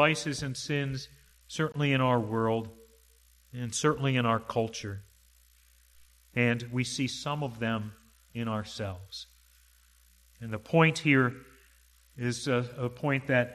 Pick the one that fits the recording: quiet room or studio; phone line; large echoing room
large echoing room